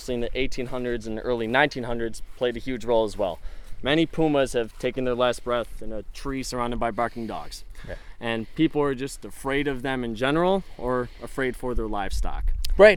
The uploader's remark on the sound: This episode was recorded on January 8th, 2024 at Everglades National Park in Homestead, FL.